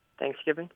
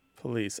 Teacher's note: people in the American South, more often than people in the American North, pronounce with the stress on the initial syllable